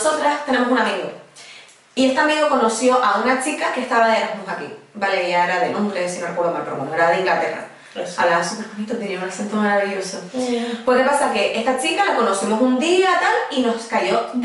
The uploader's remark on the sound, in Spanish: Nos disculpamos por el sonido.